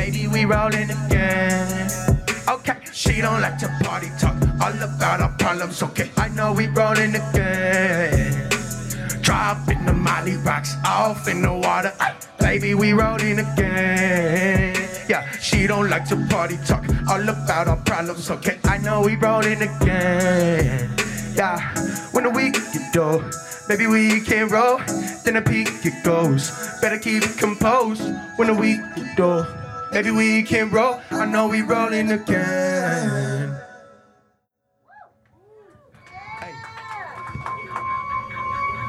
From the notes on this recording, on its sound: Perform at Healer during the New Hands Music Festival. Perform at Healer during the New Hands Music Festival.